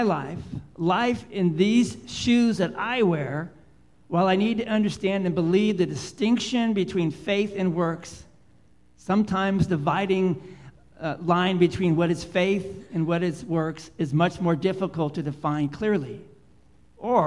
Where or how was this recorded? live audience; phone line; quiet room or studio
live audience